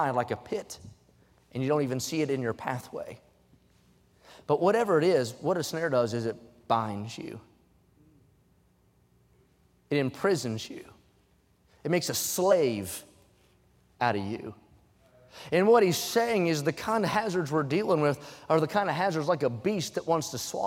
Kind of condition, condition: setting, large echoing room